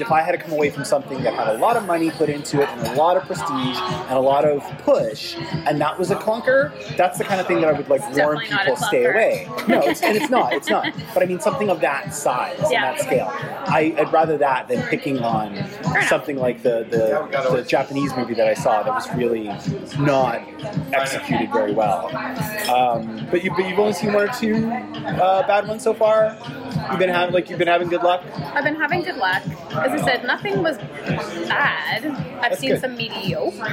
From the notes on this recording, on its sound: Apologies in advance as the cafe was a teeny bit louder on-mic than it seemed in-person, but I believe the show isn’t inaudible in any way.